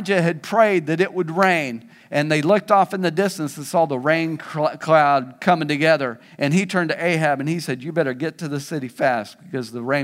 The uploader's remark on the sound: This message was preached at Vision Church located at The Apollo on Emma in Springdale, AR.